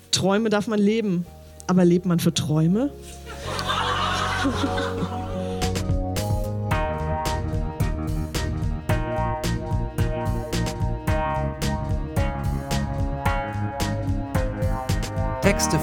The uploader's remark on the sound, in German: Auswahl der Beiträge von der „texte von gestern“-Liveshow am 27.04.2019 in der Yoko Bar, Hamburg. Heißen Dank an die Yoko Bar, unser tolles Publikum.